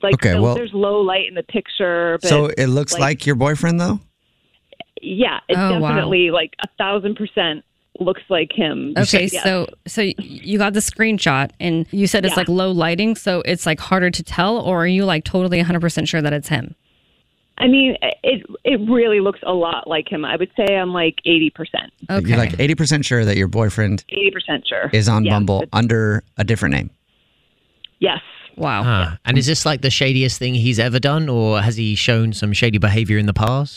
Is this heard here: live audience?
no